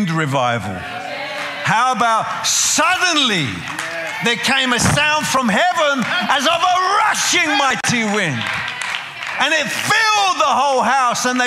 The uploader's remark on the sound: preaching at a CCF Ministries in Lowell